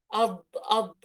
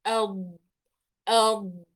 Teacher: إذا أنا بخرج الضاد من طرف اللسان فهذه تسمى ضاد أعجمية وليس ضاد عربية · Shown in: first take